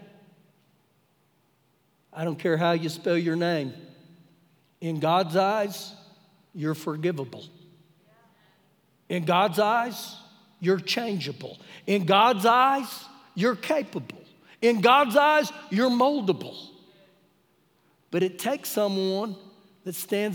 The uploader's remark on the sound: Recorded live during our Wednesday night service.